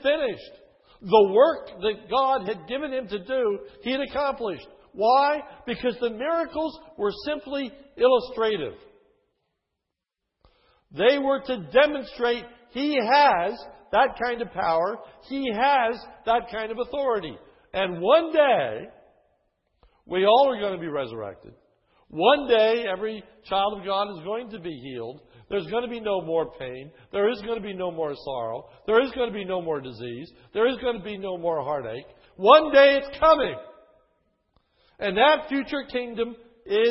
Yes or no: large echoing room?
yes